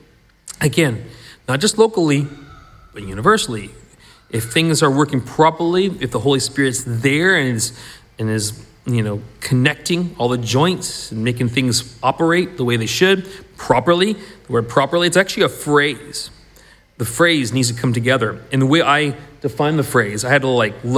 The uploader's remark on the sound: This was recorded at the last Sunday meeting at the Shotts